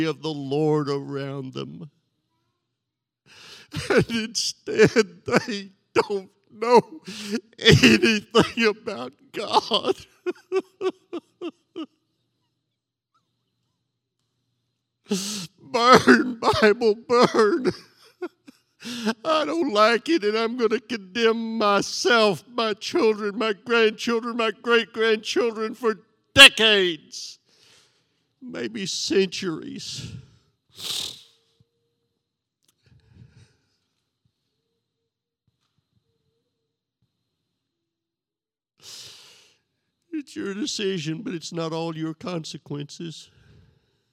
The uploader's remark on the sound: This sermon was recorded live on Sunday, August 19th, 2021 at Newark United Pentecostal Church.